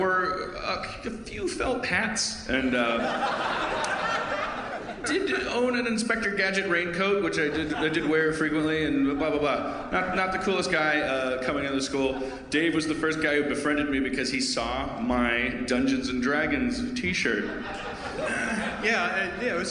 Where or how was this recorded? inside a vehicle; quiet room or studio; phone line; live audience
live audience